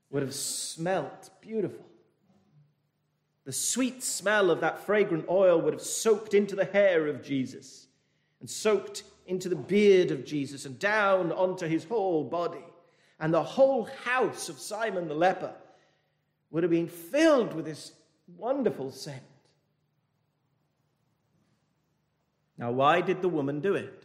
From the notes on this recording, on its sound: This message was delivered over the 221st Church Anniversary weekend from Penzance Baptist Church.